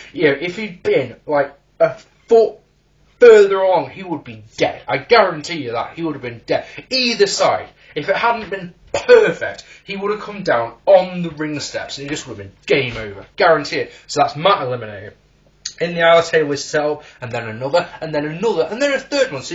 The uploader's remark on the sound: Originally recorded in January 2010, so the audio quality isn't brilliant.